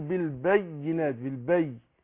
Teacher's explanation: فعندنا بالبينات هنا الياء مشدده، اقول بالبينات بالبي، لكن ما اقولش بالبينات، امررها كده ايه، يعني اظهر التشديد دون الغن. ايوه اظهر التشديد دون الغنه